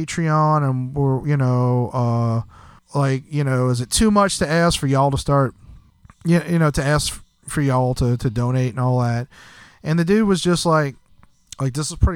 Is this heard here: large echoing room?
no